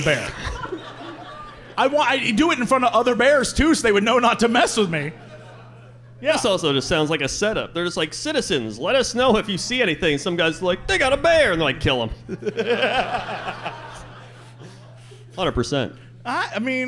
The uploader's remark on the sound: return to Chicago once again for a live show